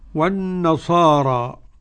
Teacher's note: قرأ ورش عن نافع والنصارى بالتقليل قولا واحدا